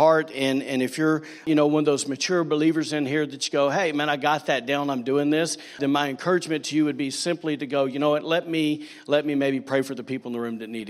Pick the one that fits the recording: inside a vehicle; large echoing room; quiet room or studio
large echoing room